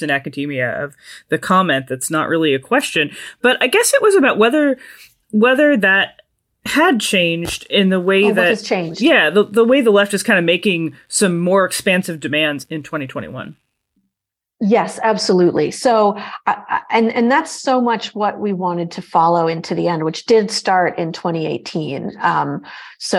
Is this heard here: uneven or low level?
no